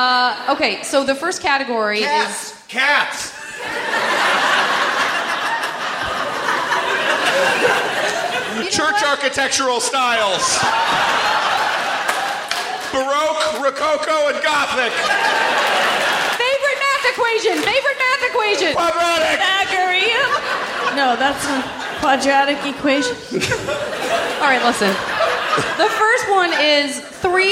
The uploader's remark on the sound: This special live episode recorded at the 16th annual SF Sketchfest